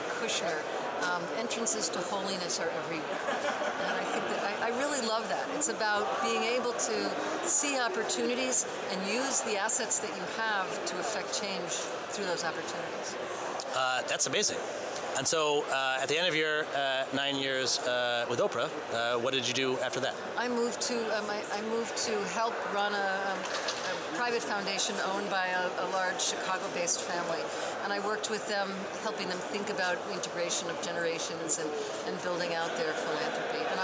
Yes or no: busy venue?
yes